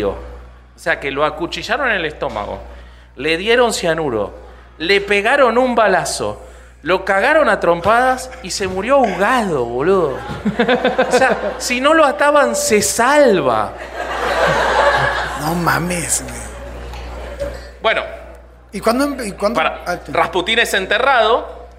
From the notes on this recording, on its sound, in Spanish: Grabado en Vivo en CDMX. Los Herejes se vieron en persona, para grabar un episodio ante su publico. Grabado en Círculo 99. Con producción de Comedy Lane.